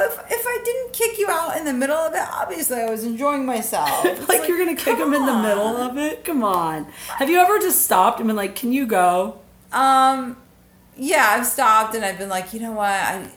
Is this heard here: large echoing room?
no